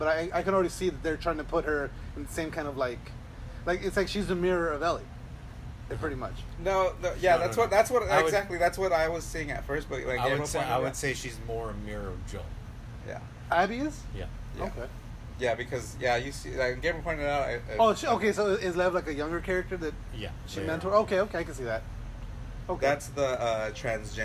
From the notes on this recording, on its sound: HEADPHONE WARNING!